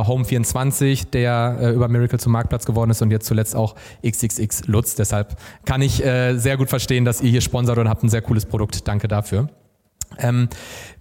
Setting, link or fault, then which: setting, busy venue